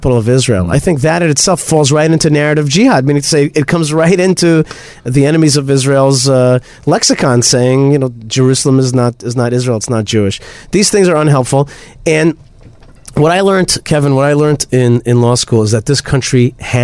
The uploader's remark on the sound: On the Train to Israel Destiny Via Washington DC.